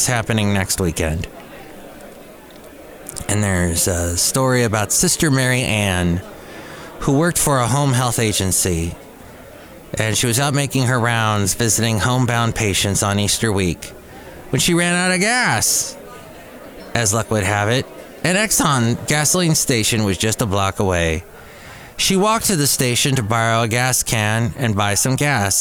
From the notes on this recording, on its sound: podcasts live from Cafe Anyway